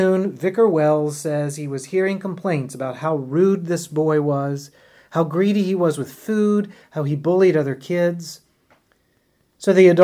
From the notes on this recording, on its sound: at Epiphany Lutheran Church in Richmond, VA.